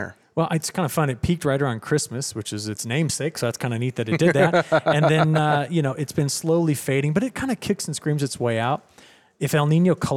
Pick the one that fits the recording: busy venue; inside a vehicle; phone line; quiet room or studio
busy venue